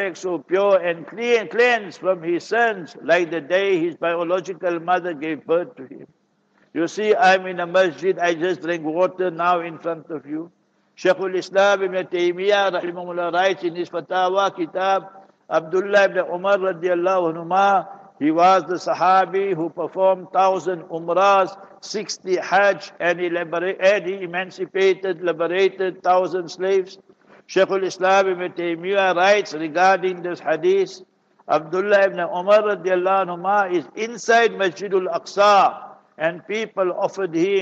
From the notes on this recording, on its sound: Jumah Lecture at Verulam Masjid